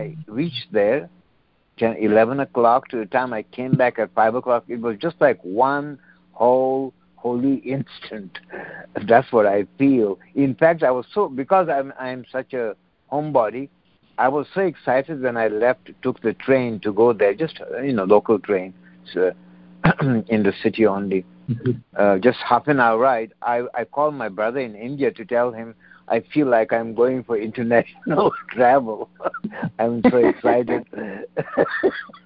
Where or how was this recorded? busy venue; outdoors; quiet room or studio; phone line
phone line